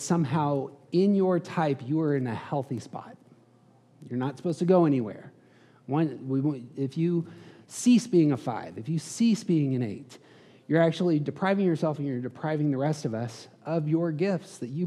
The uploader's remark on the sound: Hosted a conference. These episodes contain some of the live audio from that event.